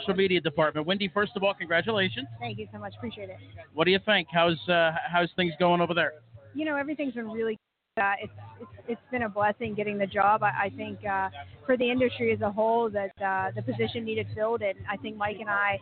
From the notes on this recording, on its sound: live remotes at Meadowlands Racing and Entertainment